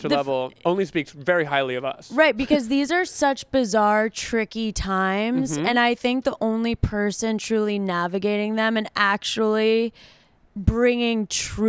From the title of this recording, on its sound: Live From The Fire Escape